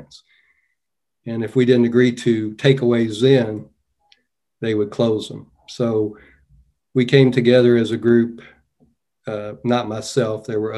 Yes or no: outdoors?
no